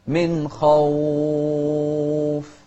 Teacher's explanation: شوف الواو هني لازم تطلع من الجوف، ما نقول من خوف، لا، من خوف، ما نطلعها من الخيشوم، من خوف.